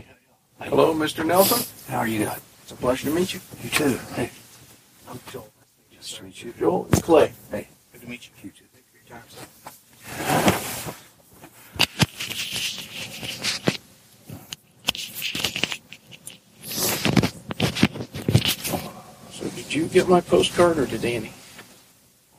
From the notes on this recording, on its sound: on the tour bus outside of The Tabernacle in Atlanta, Georgia